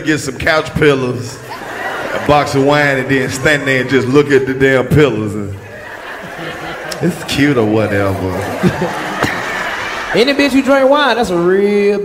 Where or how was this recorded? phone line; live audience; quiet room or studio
live audience